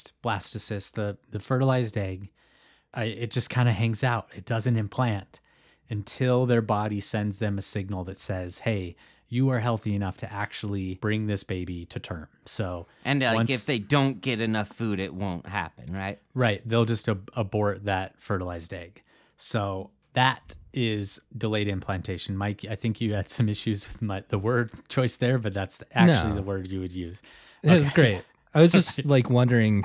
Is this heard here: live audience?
no